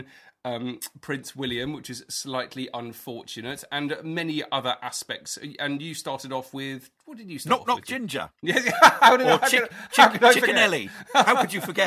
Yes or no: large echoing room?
no